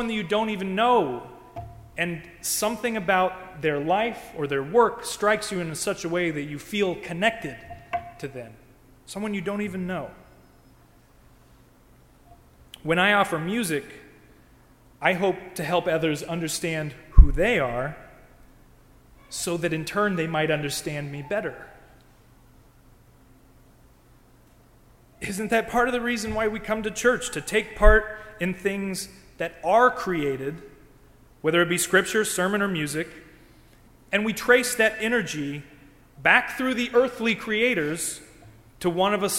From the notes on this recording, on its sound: During the Crossroads service (9:30 am) on Sunday June 12, 2016, at First Presbyterian Church of Arlington Heights, Illinois. Part of Music Appreciation Sunday.